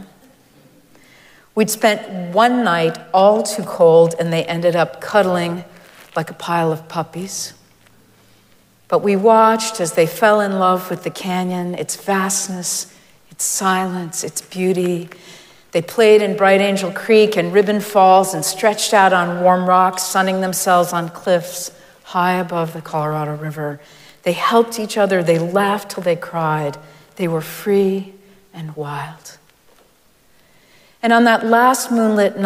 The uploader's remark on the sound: Recorded live at Arlington Street Church